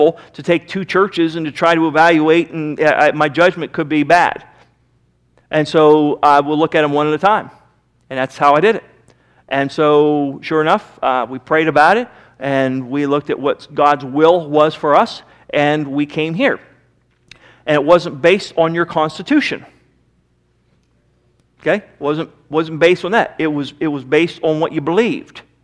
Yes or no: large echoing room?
yes